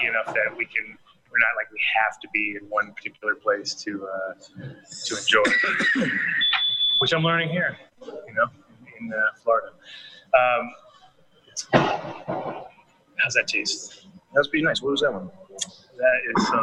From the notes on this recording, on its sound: Coming to you again from the Sunshine state ADS will be live from #JANLIFE. We shot the show around Super cars.